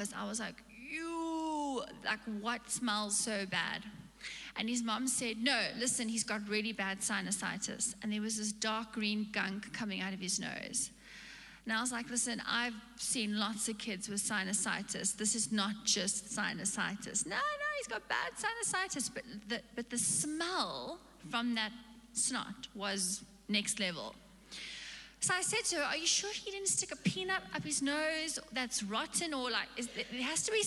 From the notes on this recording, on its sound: Recorded live on Sunday the 1st May 2022